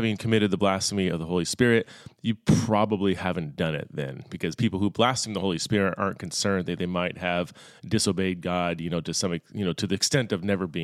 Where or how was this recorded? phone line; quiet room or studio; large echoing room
quiet room or studio